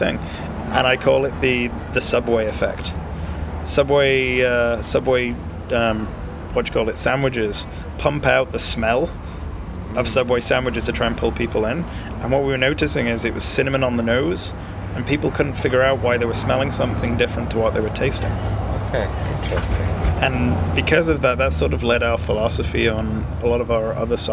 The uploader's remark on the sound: on the patio outside the Cider House